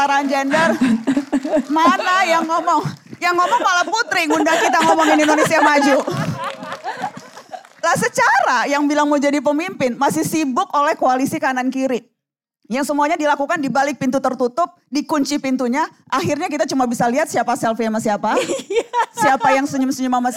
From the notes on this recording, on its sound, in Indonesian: Bersama live audience di XXI Plaza Indonesia, Jakarta.